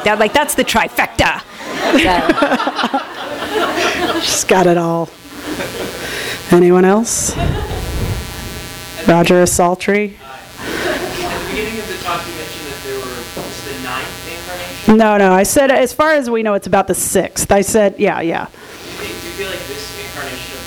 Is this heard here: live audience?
yes